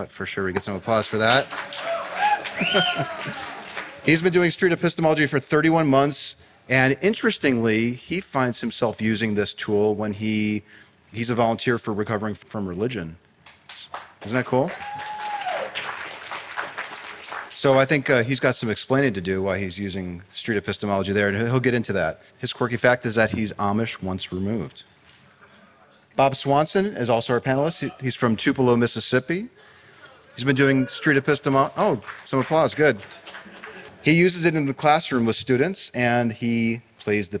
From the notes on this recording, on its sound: Location: Nashville, Tennessee. The panelists address questions submitted by the SE Community and live audience members at NaNoCon 2019.